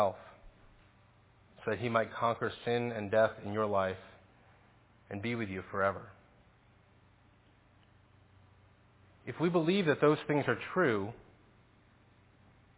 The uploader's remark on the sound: Faith Presbyterian Church – Evening Service